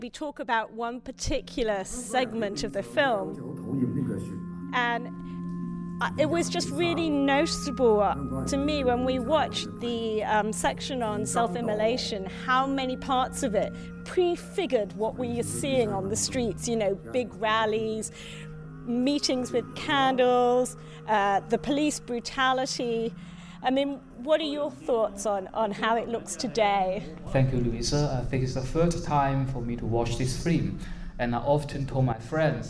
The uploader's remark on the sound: A live recording after a screening of Ten Years.